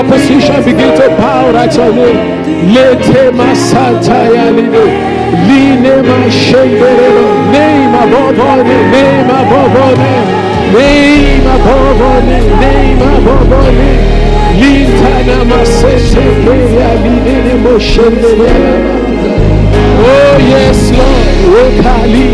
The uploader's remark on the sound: Sunday Service message preached